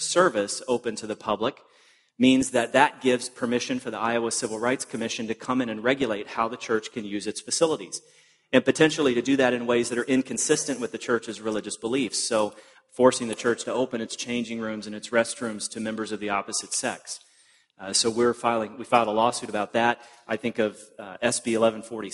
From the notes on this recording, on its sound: At the ERLC National Conference